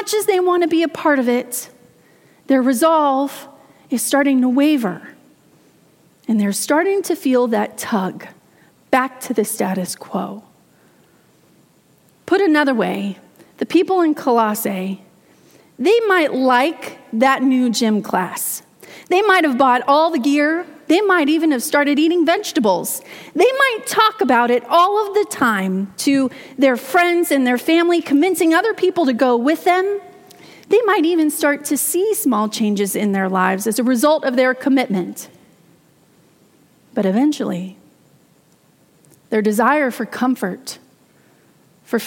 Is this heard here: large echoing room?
yes